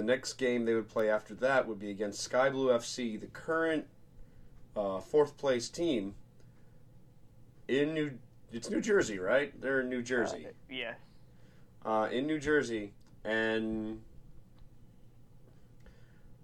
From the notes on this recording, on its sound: Technical difficulties aside